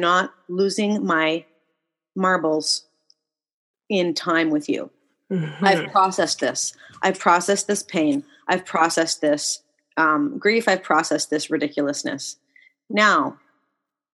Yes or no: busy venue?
no